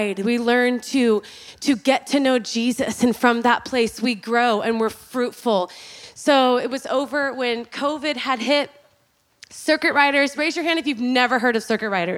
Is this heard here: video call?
no